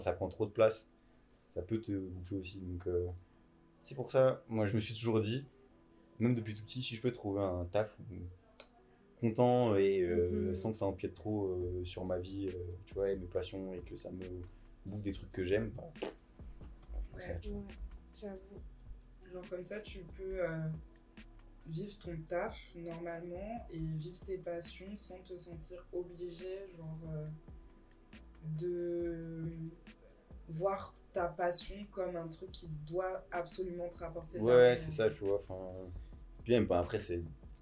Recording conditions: background noise